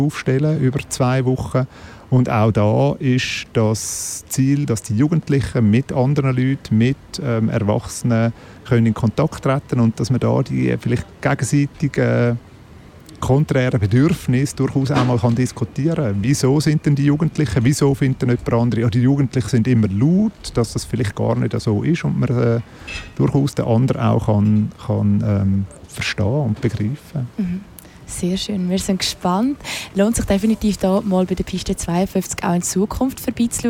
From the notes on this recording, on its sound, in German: Deshalb zog unsere Ausbildungsredaktion los und sendete in dieser Woche live vom Ufer der Limmat.